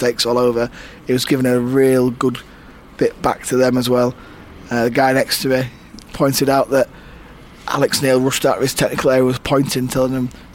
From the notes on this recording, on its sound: sit in a carpark near Elland Road